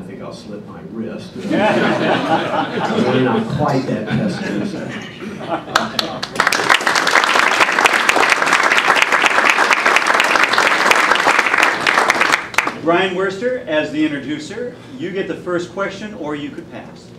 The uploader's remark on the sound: WASHINGTON, DC. Appeared before a breakfast meeting of The Ripon Society.